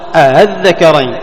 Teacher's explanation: التسهيل من دون مد، ليس فيه مد. أهل، أي نعم، همزة مسهلة.